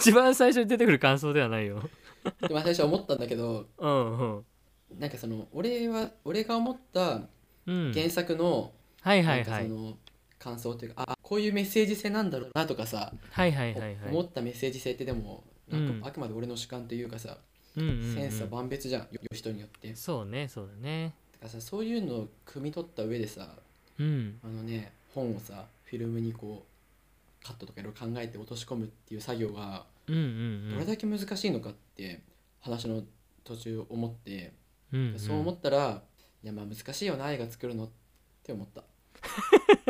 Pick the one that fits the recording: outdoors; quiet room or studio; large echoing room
quiet room or studio